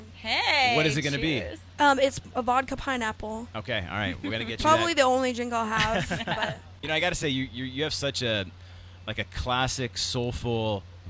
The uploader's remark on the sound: The MIX is live backstage at Lollapalooza 2022!